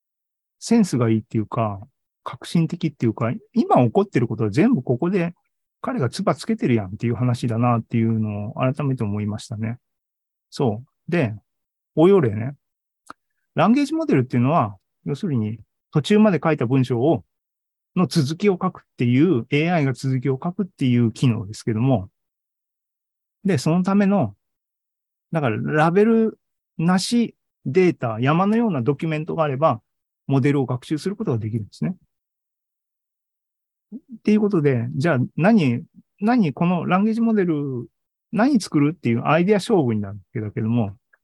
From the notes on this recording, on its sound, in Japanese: ２０２３年２月２２日に開催した ZOOMライブの模様です。